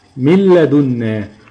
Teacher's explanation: كأن النون مش موجودة خالص، ده اسمه الإدغام الكامل. ما تجيبش أي حاجة خالص من النون، ولا تنوين ولا غنة ولا نطق بالحرف.